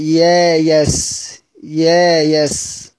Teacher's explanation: بتقديم الهمزة إلى موضع الياء وإبدال الهمزة ألفا، هنبدل الهمزة ألف يبقى يايس يايس، وتأخير الياء إلى موضع الهمزة.